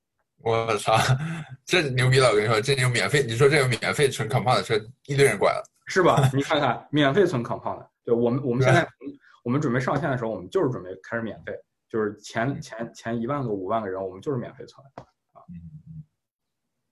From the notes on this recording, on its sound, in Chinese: 在zoom上远程聊了一次